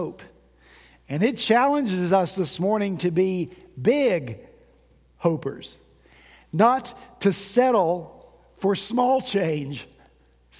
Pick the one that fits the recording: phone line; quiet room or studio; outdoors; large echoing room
large echoing room